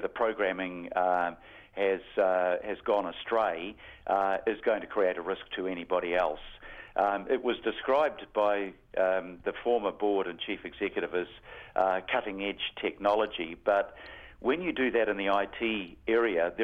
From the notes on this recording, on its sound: The Mayor phones up for his penultimate chat on the Breakfast show